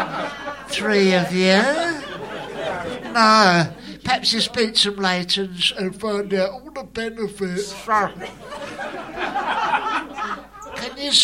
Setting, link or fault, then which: setting, live audience